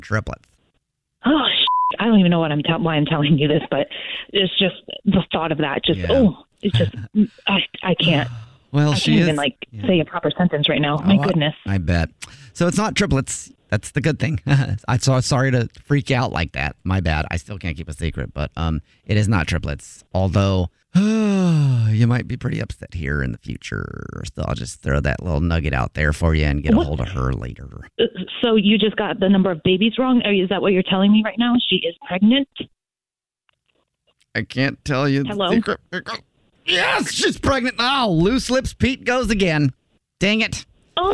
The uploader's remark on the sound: Phone Prank